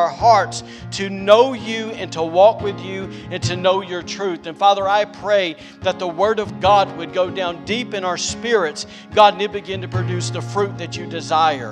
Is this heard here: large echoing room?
yes